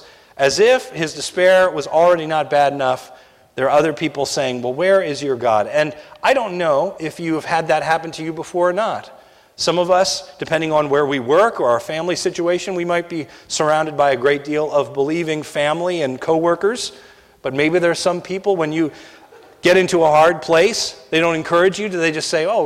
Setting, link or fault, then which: setting, large echoing room